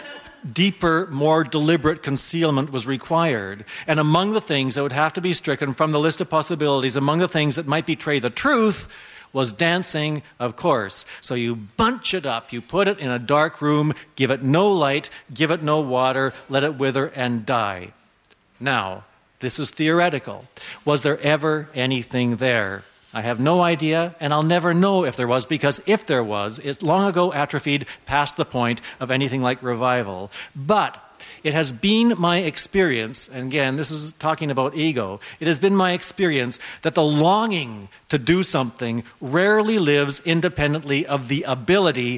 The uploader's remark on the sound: from the 2009 Dancing on the Edge Festival.